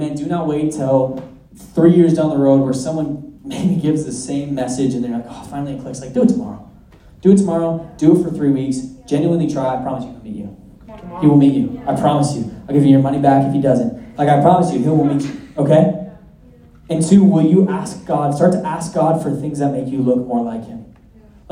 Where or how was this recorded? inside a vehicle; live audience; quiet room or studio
live audience